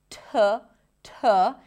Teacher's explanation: we start with a T sound. It's aspirated, so we hear a slight H right after.